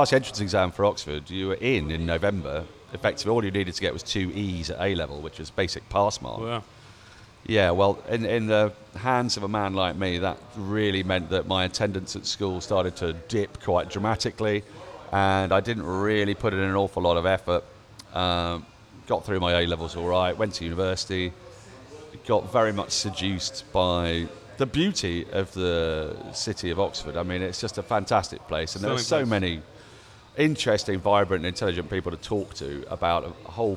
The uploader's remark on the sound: Recorded live from The Wheatsheaf Pub - Tooting.